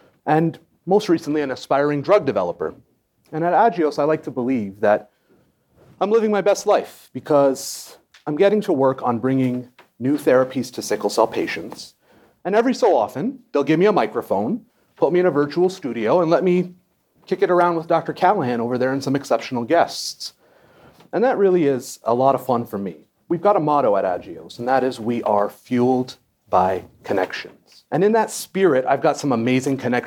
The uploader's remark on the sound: LIVE in New Orleans. We're LIVE from New Orleans, Louisiana! Live podcast panel.